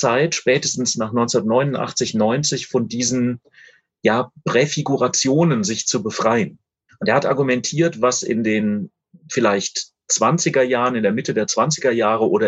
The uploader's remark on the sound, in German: Das per Videokonferenz geführte Gespräch. Im Rahmen einer Veranstaltung der Katholischen Akademie Freiburg statt. Wir präsentieren hier eine leicht gekürzte Hör-Fassung.